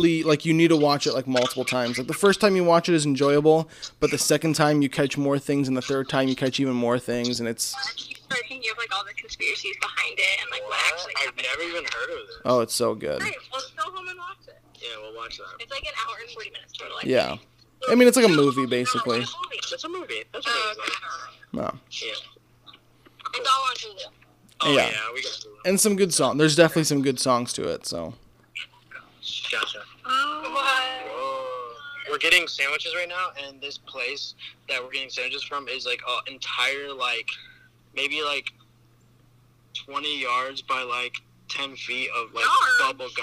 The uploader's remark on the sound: Call-In Part 2. Welcome to the second half of the call ins.